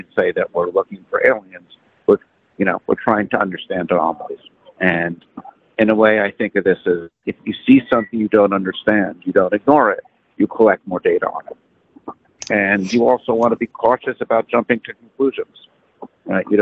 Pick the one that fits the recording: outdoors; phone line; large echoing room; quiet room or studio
phone line